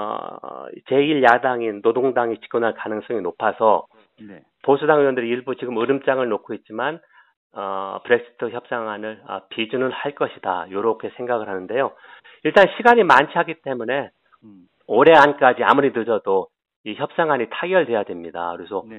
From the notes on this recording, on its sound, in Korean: 대구 MBC 여론현장 전화연결 2018년 10월 23일 화요일 0848~0855.